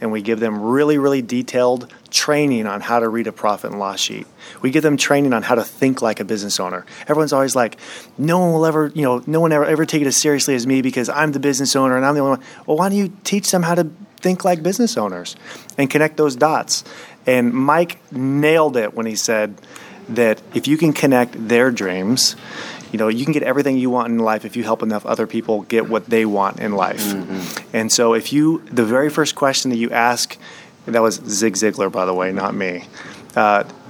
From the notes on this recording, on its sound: play some snippets from live roundtable discussions that happened during our life Automate Grow Sell Xperience Event at our house in October